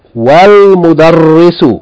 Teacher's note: notice we're joining the wa to the l